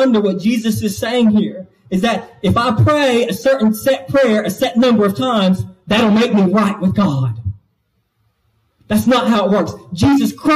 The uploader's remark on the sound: This message was delivered to Cottondale Baptist Church in Eastman, GA